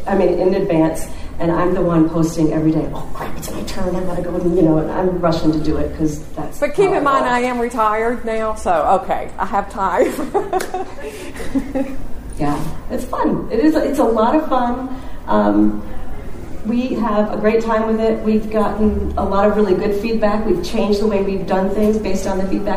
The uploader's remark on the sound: Episode 9: LIVE! from the Georgia Educational Technology Conference. We presented our story at the Georgia Educational Technology Conference (GaETC) held in Atlanta this November 2019 and made it a live recording!